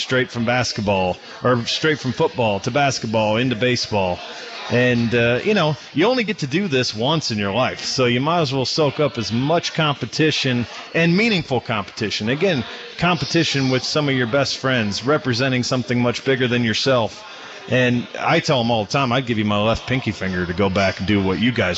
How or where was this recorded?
busy venue